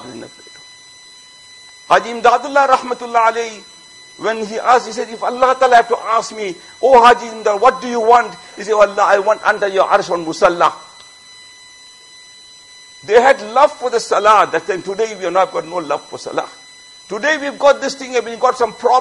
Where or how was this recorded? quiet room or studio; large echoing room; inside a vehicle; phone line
large echoing room